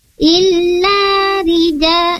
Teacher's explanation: illa la-nya dua harokat